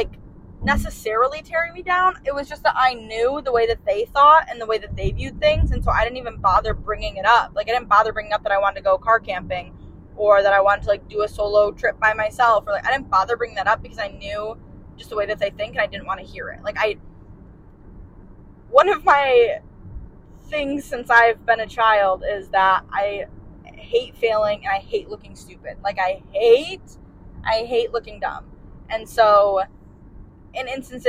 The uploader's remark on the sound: While in Alaska on a solo trip in September. Audio isn't the best quality.